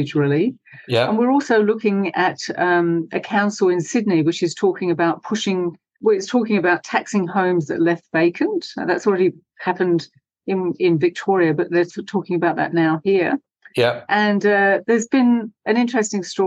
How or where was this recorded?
video call